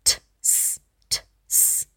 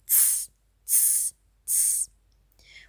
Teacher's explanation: Bei Z sind es im Prinzip zwei Laute, die verbunden sind. Wir artikulieren sie nicht getrennt. · Shown in: second take